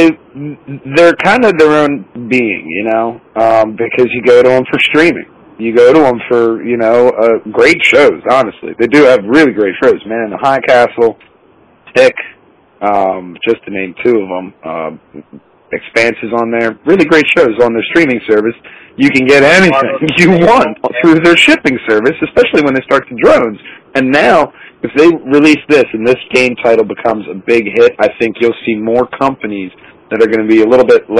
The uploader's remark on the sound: this time via phone